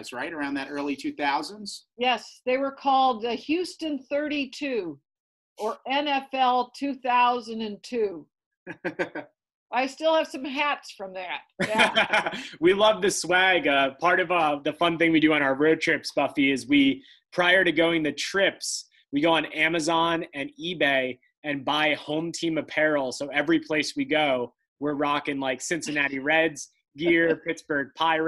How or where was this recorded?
video call